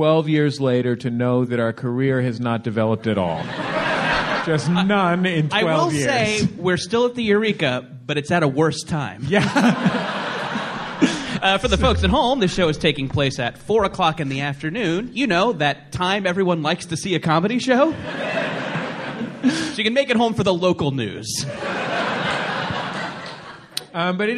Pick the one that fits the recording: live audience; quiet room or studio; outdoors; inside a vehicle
live audience